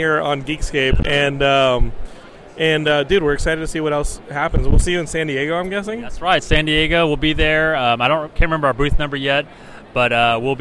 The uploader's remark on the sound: Interviews From WonderCon 2018!